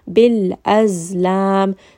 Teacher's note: بِالْأَزْلَام، so rest on this lam and then rest on the زَي as well. زَي is going to have something called سَفِير، meaning that it has a little bit of a buzzing sound.